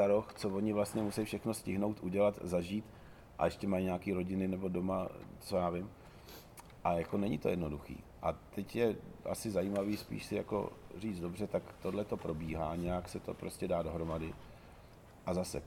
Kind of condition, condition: setting, outdoors